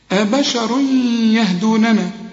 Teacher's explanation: التنوين اللي بعده ياء، والياء دي من حروف الإدغام هنا في غنة